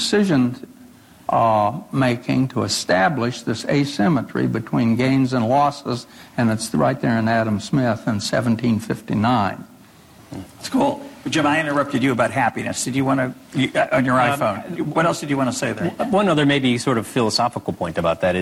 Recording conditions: live audience